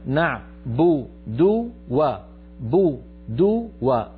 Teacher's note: حرفان مضمومان بعدهما واو، هنا تتالي الضمات أو توالي الضمات يجعل الفم أحيانا يخطف بعض الحركات، فاحرص على بيان الضمتين والواو هكذا.